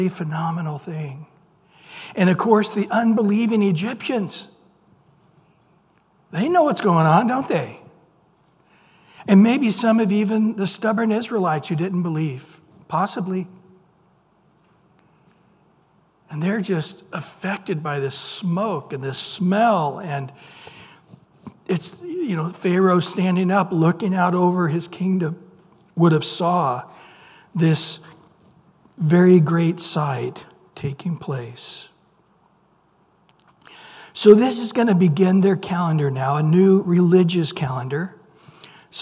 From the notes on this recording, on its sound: Recorded at Calvary Chapel of Los Alamitos on May 10 2023 on Wednesday evening sermon. Recorded at Calvary Chapel of Los Alamitos on May 10 2023 on Wednesday evening sermon.